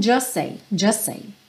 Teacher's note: E no just com say, o que sempre tem acontecido aqui com just, que a gente acaba não ouvindo a letra T final, e aí o S já junta com a próxima palavra, que aqui é say, também começando com S, então just say, just say.